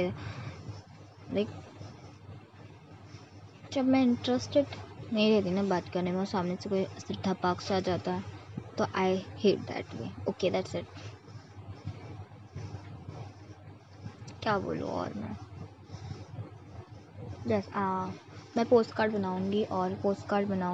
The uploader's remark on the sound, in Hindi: If background sound aarhi hai to ignore plzz. Yrr middle class family ka ye hi problem hota hai ki ek kitchen aur ek hall hota hai vahi hamara ghr hota hai.